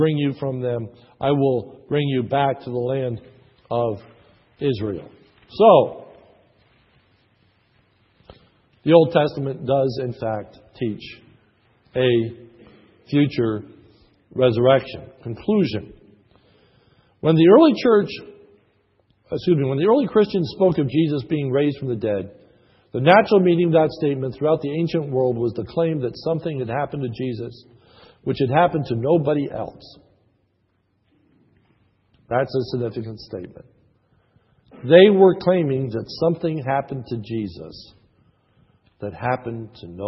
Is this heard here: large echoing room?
yes